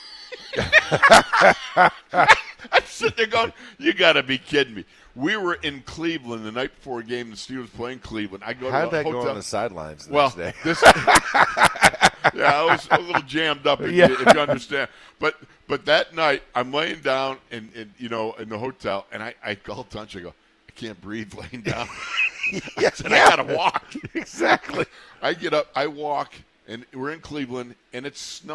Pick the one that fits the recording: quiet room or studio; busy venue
busy venue